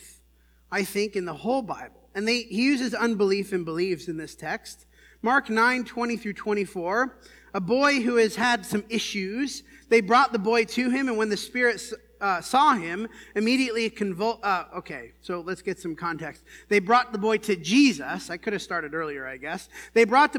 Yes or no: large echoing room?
yes